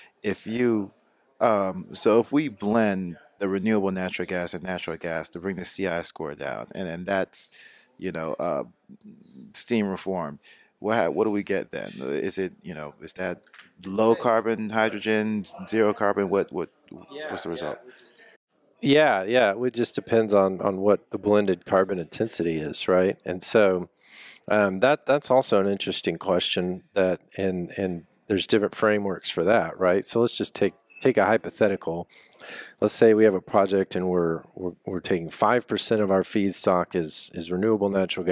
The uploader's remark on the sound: Live at GSTC